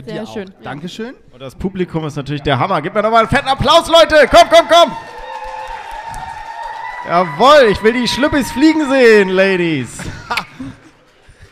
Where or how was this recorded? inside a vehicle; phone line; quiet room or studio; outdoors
outdoors